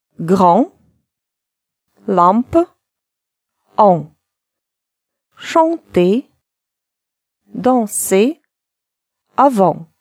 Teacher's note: Напоминаю, «н», «м» не читаются, а буквы обе, и та, и другая, будут произноситься как «а» носовая.